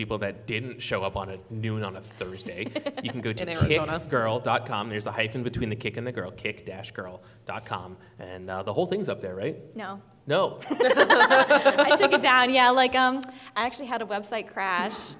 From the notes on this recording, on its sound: Phoenix Fan Fusion LIVE. Live from Phoenix Fan Fusion 2019!